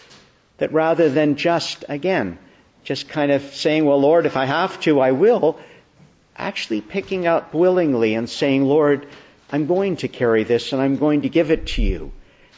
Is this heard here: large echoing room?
yes